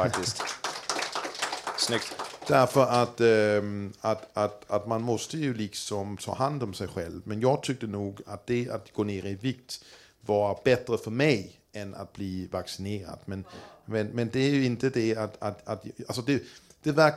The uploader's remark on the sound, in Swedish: Livepodd. Spelades in inför publik.